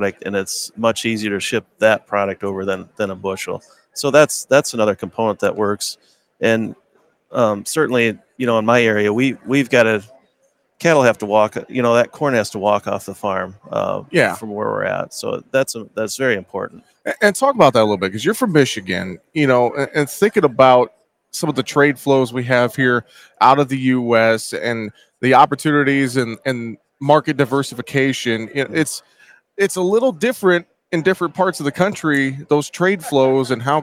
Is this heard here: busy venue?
yes